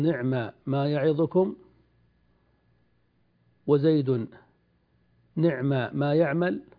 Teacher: إذا اتصلا بماء الموصولة كما في قوله إن الله نعما يعظكم به، هذا في نعمة فقط دون بئس، لأن نعمة فعل ينتهي بالميم وما يبتدئ بالميم، فيجوز أن تبقي الميمين على إظهارهما دون إدغام